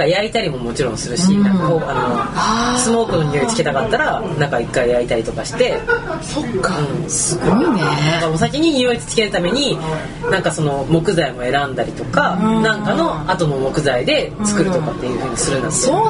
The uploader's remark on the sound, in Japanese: 今回の収録は野外だった為、聞きづらいところが多々あ。